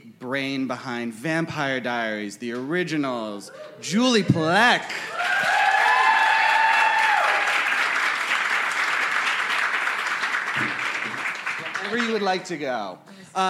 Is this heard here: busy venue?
yes